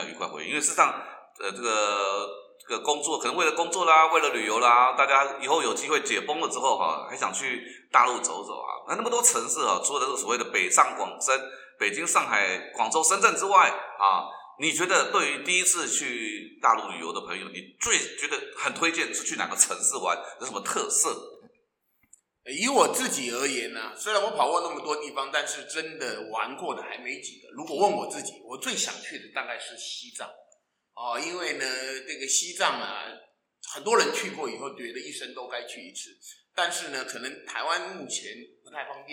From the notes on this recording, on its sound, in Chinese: 因為第一次在教室錄音，所以出現像在防空洞裡的回音，先跟大聲說聲抱歉，也感謝您的諒解。